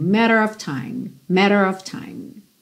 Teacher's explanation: esse OF sempre tem som de OV